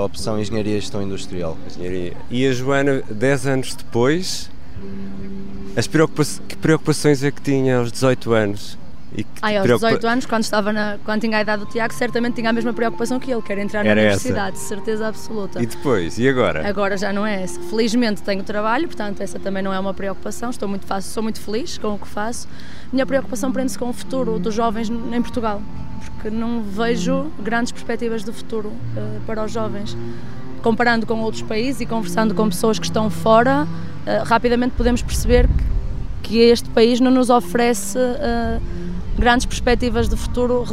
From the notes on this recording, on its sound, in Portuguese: Uma conversa com três jovens. Episódio especial gravado no Parque Eduardo VII, em Lisboa.